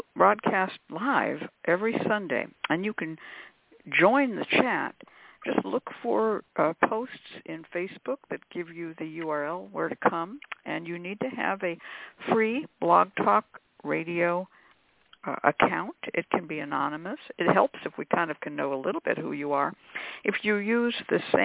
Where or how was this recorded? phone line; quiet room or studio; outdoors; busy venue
phone line